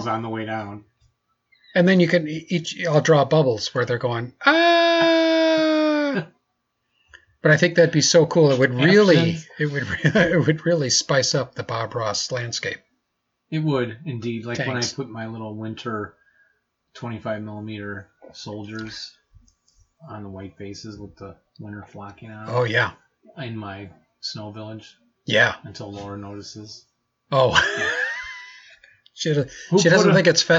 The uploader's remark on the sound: We apologize for the bad audio quality in the first 8 minutes.